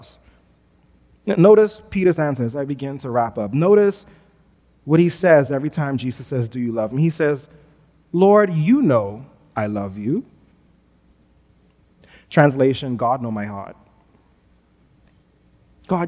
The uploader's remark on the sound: Recorded live at New Providence Community Church on February 13, 2022.